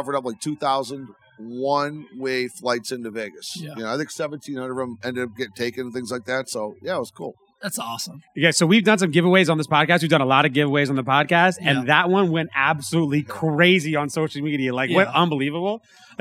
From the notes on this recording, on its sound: We are back with our first ever episode on the road! We recorded this episode from the world’s largest sportsbook inside the brand new Circa Resort & Casino in Downtown Las Vegas.